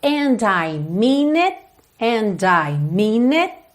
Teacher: Percebe que o T não aparece, o T do it, ok? Para não ficar and I mean it, ok?